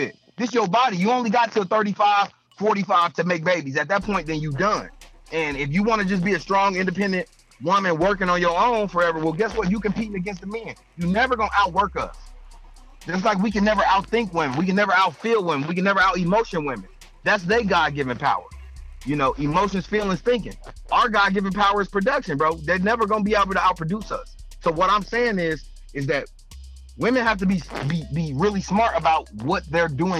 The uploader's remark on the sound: we had a caller call